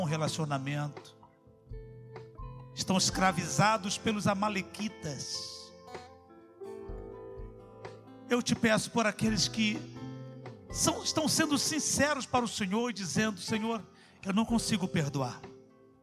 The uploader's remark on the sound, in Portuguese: CULTO AO VIVO